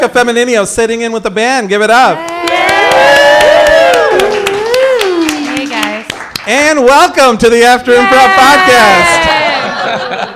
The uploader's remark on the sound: Our annual live episode where we bring back guests from past seasons. Coming to you from the Ghost Light Hamtramck.